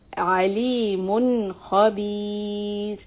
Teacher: you have to say the noon sound clearly and move to kha · Term: izhar